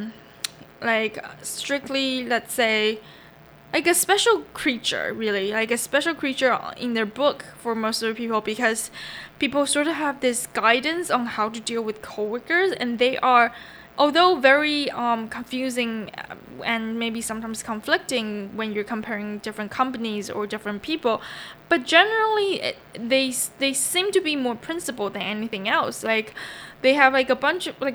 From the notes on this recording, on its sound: sorry for the lurking buzzing noice